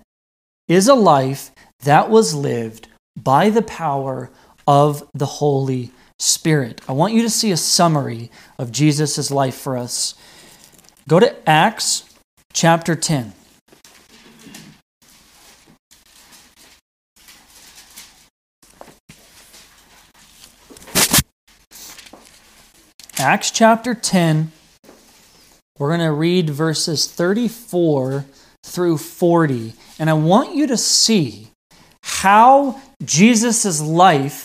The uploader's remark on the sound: This message wad delivered on November 1st, 2020 at Redeemer Community Church.